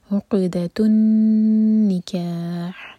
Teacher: عین دمہ پر ہمارے ہوٹ گول ہوں گے لیکن جب قاف پر پہنچیں تو ہوٹ گول نہ رہیں